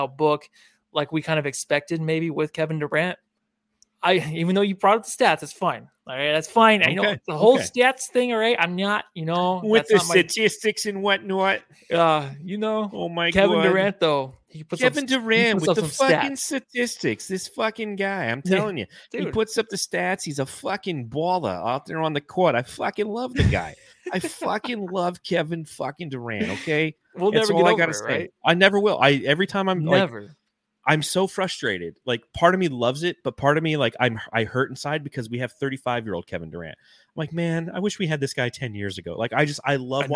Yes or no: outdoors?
no